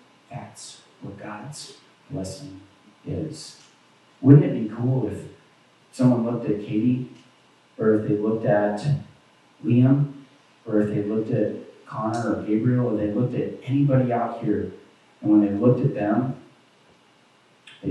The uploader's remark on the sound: Apologies for the poor audio quality of this recording. We had lots of issues with technology today. Thankfully, our video camera has an internal mic and captured the ambient audio. You'll hear all the coughs, sneezes, and even some drive-by traffic...